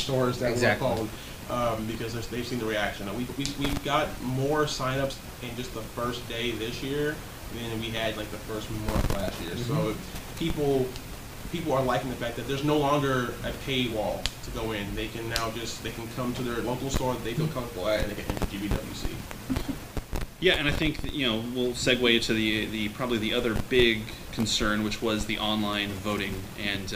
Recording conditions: poor sound quality